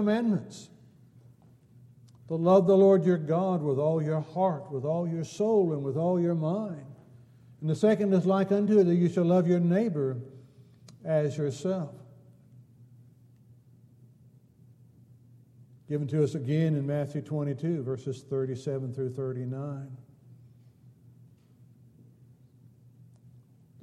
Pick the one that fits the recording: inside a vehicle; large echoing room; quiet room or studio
large echoing room